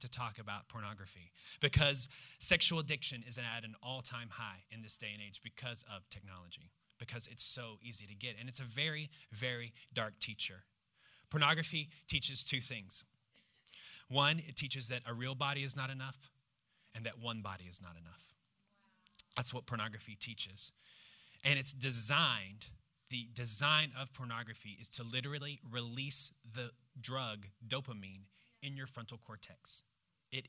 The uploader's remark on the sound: preached this message on September 10th at our Downtown Community.